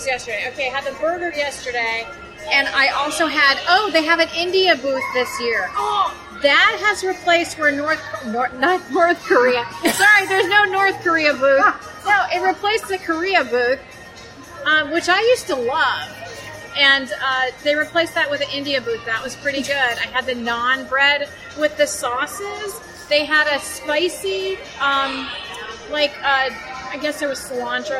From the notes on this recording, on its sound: Epcot Food and Wine Festival Review - from the DVC Lounge! On today's episode we are recording on location to give you our take on the 2018 Epcot International Food and Wine Festival! We were actually recognized while in the parks so of course we had our listeners chime in on the show! The DVC Lounge on this special on location edition of The Mouse and More Podcast.